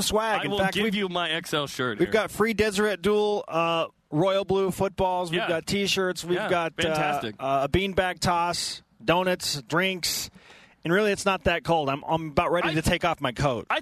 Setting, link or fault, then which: setting, busy venue